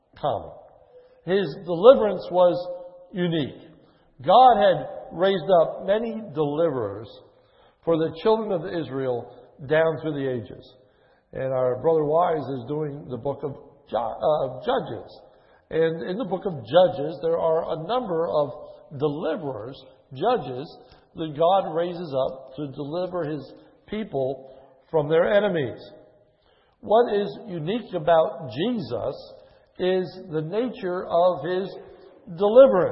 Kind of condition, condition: setting, large echoing room